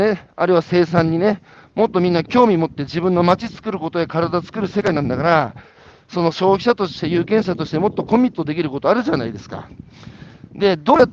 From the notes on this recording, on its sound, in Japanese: 歩きながら1時間、対談する